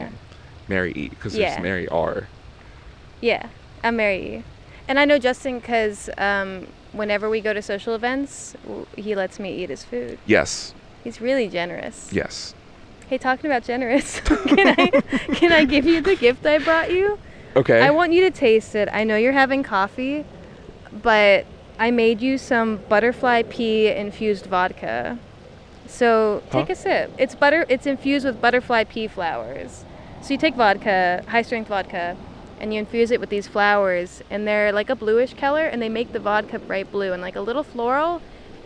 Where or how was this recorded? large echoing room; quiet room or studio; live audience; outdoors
outdoors